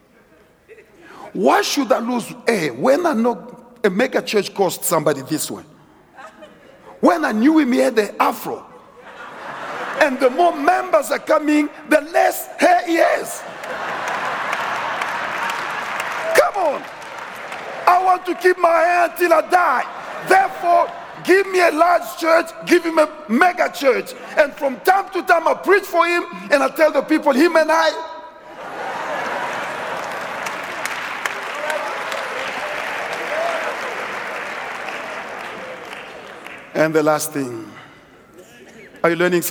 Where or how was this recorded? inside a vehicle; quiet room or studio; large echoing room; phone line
large echoing room